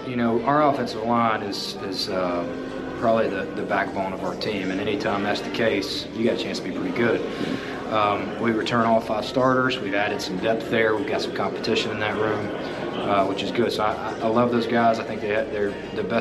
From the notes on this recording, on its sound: 2022 Big South Media Day. The Bluebloods are live from Big South Media Day in Charlotte, NC.